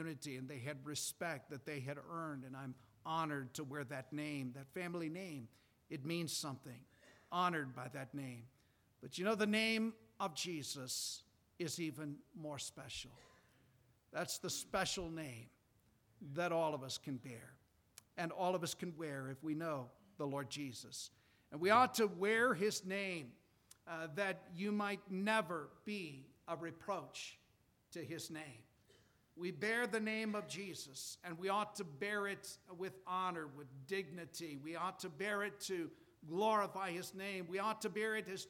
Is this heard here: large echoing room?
yes